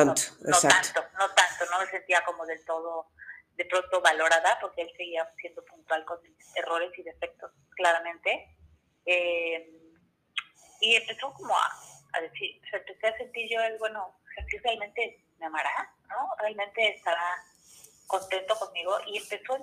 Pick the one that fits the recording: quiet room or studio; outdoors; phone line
phone line